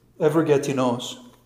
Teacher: it has an accent on the last syllable. It's not Evergetinos, but it's Evergetinos.